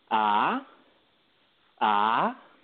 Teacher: the second tone is a rising tone. So it's like you're raising your voice in a form of a question